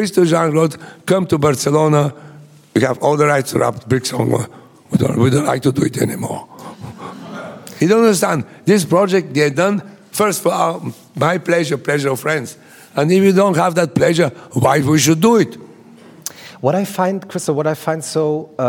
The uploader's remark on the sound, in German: im Rahmen des ZEITmagazin-Gespräches in München aufgezeichnet